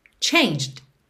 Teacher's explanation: O E de changed não é pronunciado. E o D é uma consoante oclusiva que vem só fechando esse som e pode aparecer mais, menos ou nada.